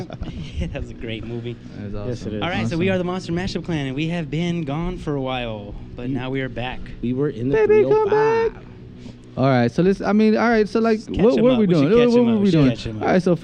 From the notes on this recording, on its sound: Monster Cast on Location at The Shop In DTLA. Recorded in Downtown Los Angeles.